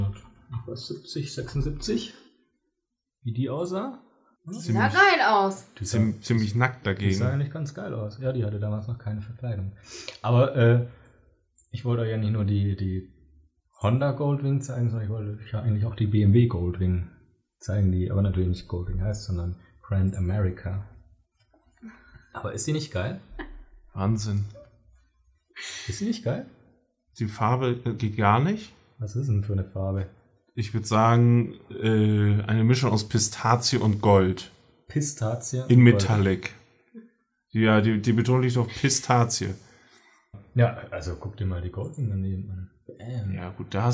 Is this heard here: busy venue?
no